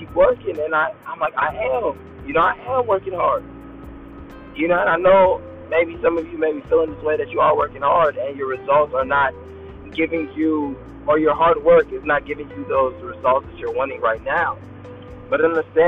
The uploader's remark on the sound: Excuse the audio of the video. The audio definitely should have been better.